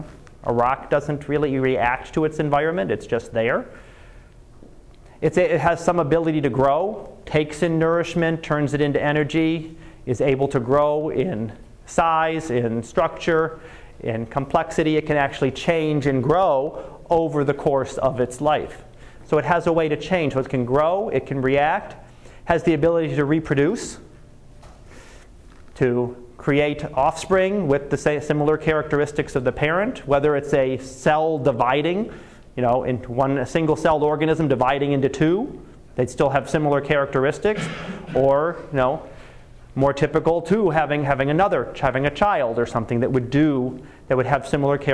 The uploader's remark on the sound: Live Class Lecture